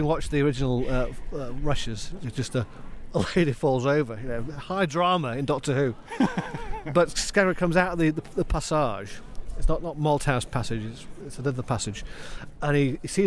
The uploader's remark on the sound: We're on location, punting on the Cam!